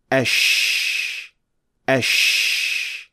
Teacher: the sound isn't produced as sharp, but rather spreading out. This spreading out of the sound is what gives the sheen its unique sound. · Term: التفشي